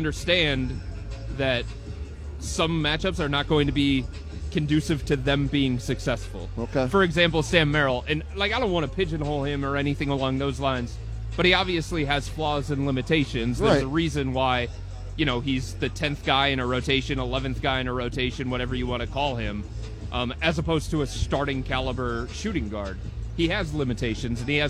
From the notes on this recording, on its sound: live from Rocket Mortgage Fieldhouse